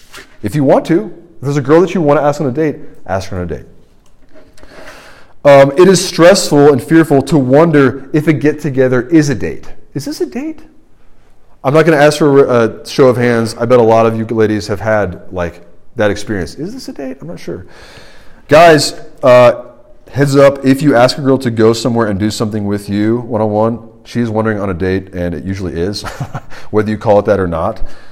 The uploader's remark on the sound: This is the sermon from RUF Large Group at Washington & Lee University on May 9, 2023